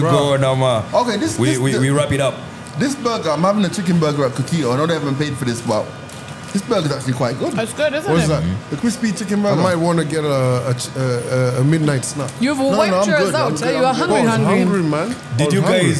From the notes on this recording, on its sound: The crew are live on location at Kukito Chicken Shop in Hurlingham.